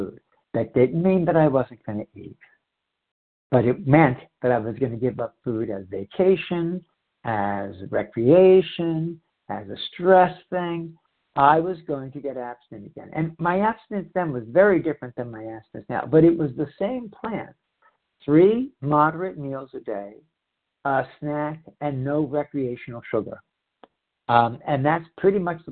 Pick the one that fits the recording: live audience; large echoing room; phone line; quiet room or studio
phone line